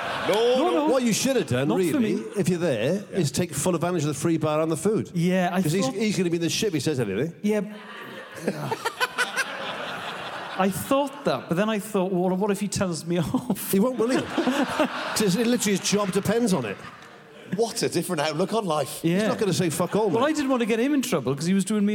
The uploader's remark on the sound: This week’s episode was recorded at The EICC in Edinburgh on Saturday 23rd October.